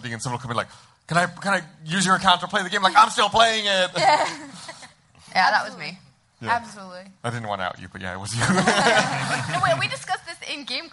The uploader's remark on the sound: LIVE from RTX